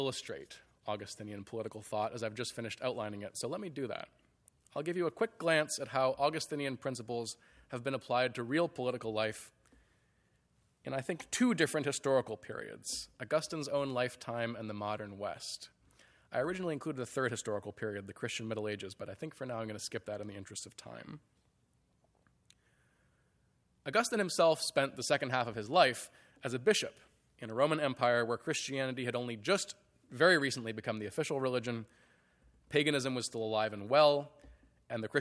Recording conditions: large echoing room